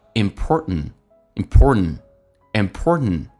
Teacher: 因为 t 跟 n 在一起的时候，经常 t 可以不发音，所以老外比较懒一点 · Term: 略音